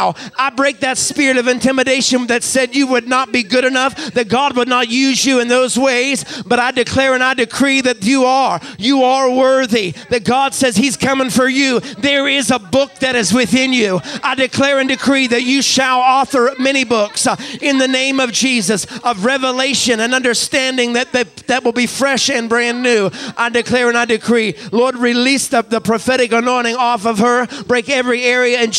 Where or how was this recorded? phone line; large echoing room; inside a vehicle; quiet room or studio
large echoing room